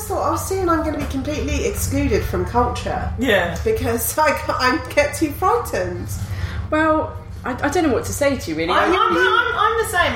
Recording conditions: busy venue